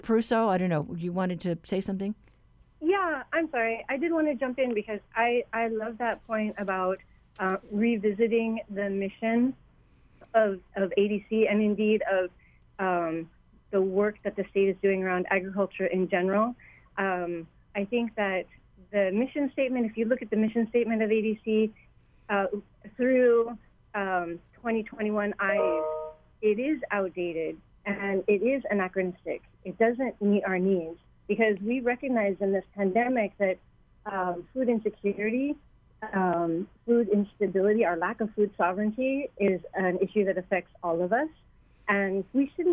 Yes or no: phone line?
yes